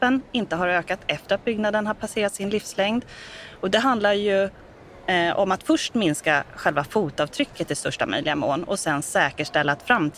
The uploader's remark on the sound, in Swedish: Välkommen till denna liveversion av Brainpod. Detta avsnitt var inspelat under Ingenjörsdagen 2023 den 23 november i Stockholm.